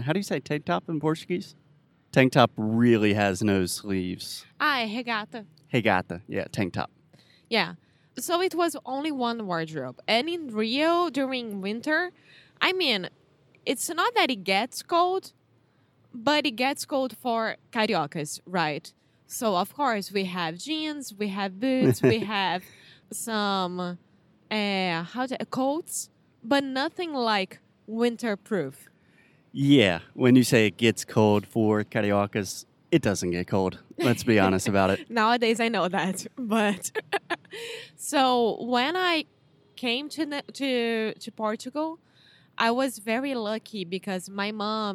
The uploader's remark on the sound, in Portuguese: O episódio de hoje foi gravado ao ar livre